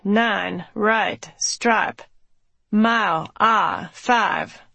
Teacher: The I sound, which northerners like me pronounce as the diphthong I, in words like nine, right, stripe, mile, I, and five, become ah, to produce like, nine, right, stripe, mile, ah, five.